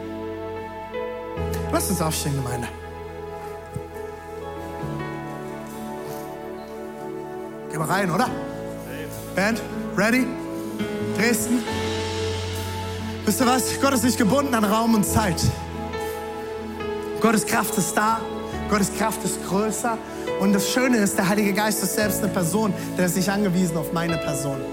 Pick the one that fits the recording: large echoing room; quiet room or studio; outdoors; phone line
large echoing room